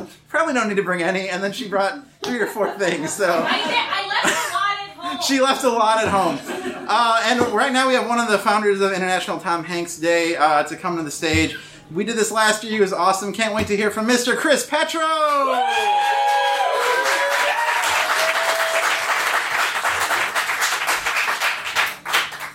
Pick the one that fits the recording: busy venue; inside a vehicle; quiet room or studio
busy venue